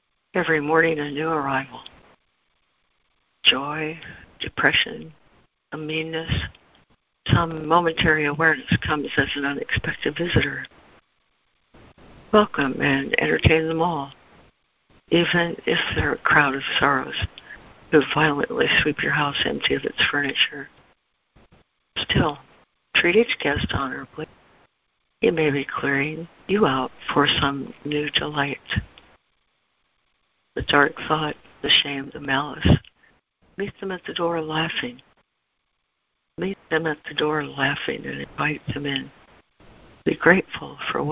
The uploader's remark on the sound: ACIM Daily Conference Call